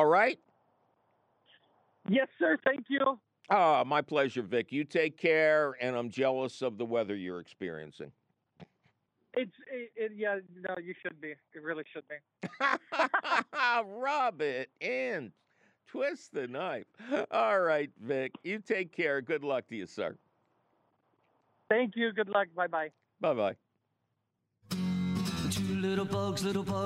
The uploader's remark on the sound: your under hill phone calls